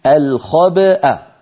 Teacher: لأن في أصل الكلمة همزة متحركة في الوصل، لما وقفنا عليها سكنت الهمزة فلا بد من نطقها، فنقول الخبأ الخبأ، هنا نخرج الباء المقلقلة بالتباعد بين طرفي عضو النطق بين الشفتين يعني، ونجعل الوترين الصوتيين في الحنجرة ينضمان ويصطدما حتى تخرج الهمزة الساكنة